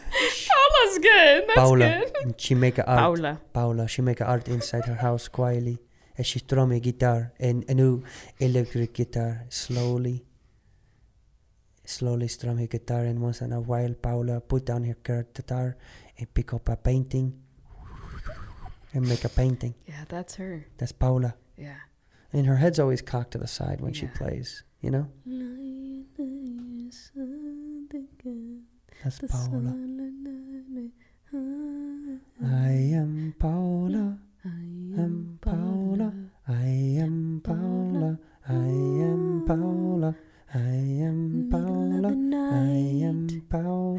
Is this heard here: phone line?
no